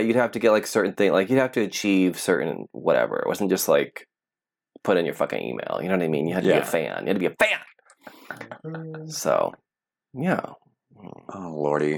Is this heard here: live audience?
no